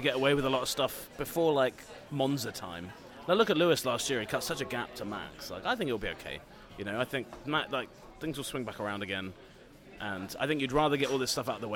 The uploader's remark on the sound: Live and unfiltered from a bar in Montreal.